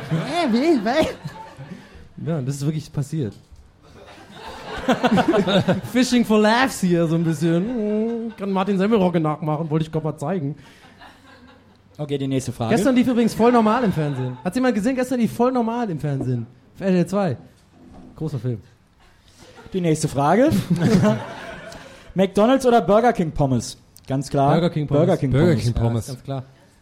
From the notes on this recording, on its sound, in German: Zum dritten Mal hat sich die bunte Tüte der Podcastwelt vor Publikum getraut.